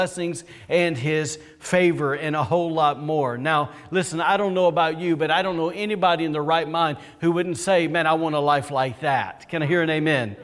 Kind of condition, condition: setting, large echoing room